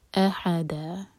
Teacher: حمزہ کا cut off sound اور پھر ح حلق سے. دا دو حرکہ لمبا، مد عوض عن التنوین.